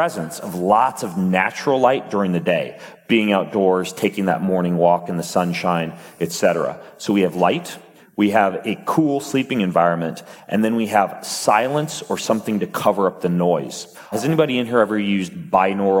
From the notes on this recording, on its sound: on stage at Mindvalley University Tallinn